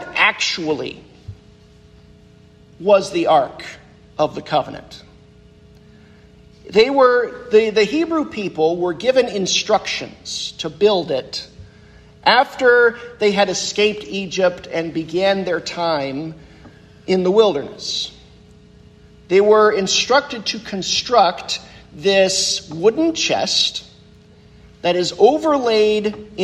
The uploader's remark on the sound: The sermon that I preached at Christ UCC in Orrville, Ohio on Sunday, November 5th, 2023.